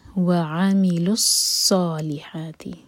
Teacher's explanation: اگر ہم آگے کنیکٹ کریں گے تو یہ واو ڈراپ ہو جائے گا